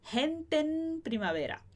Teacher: a gente junta esse gente com en